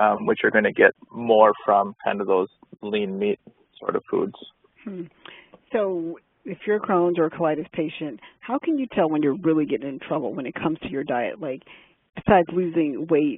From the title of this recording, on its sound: phone Call